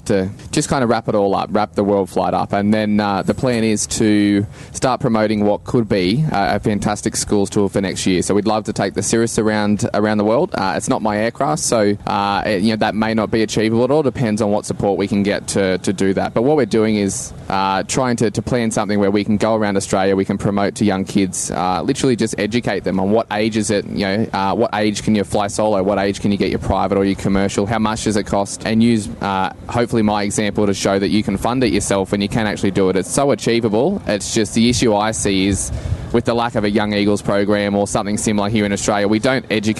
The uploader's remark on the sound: At the recent AusFly event. To record a quick chat.